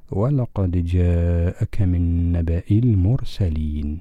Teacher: عندما نقف على هذه الكلمة ولقد جاءك من نبأ، نقف بإسكان الهمزة، ولكن في الوصل ولقد جاءك من نبأ المرسلين، تكسر الهمزة بسبب التقاء الساكنين